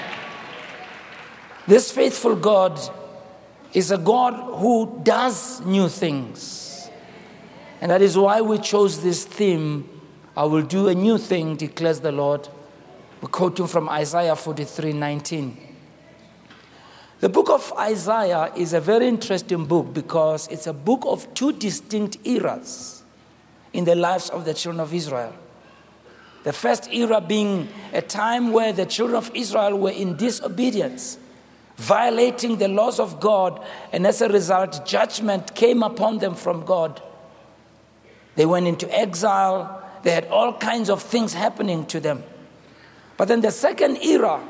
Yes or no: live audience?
yes